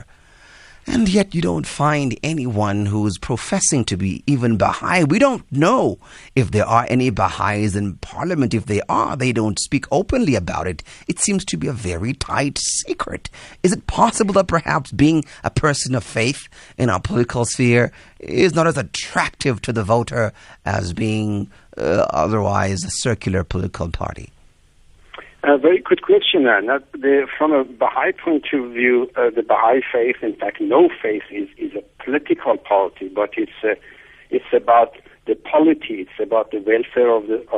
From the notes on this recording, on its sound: Guest on the phone